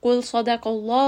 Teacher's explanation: صاد is heavy. دال is light. قاف is heavy. And then the name of Allah here is also heavy.